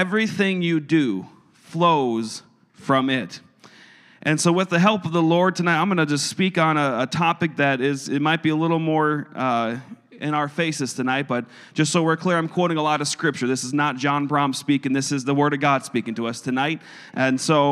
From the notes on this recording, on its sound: a service recording from Connect Point UPC